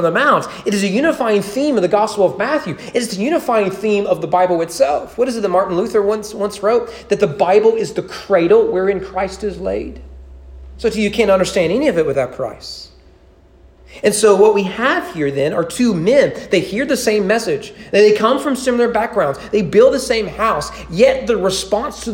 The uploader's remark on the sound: Sermon preached at East Frankfort Baptist Church on March 21, 2021 during morning worship.